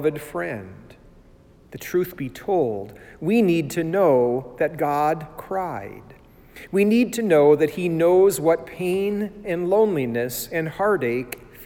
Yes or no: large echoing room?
yes